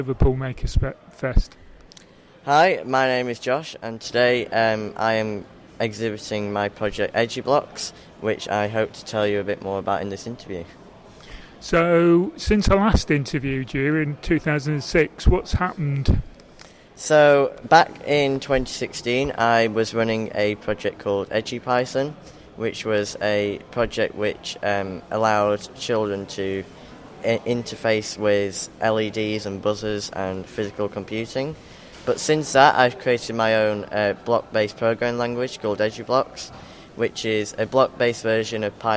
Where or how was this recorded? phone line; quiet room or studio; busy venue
busy venue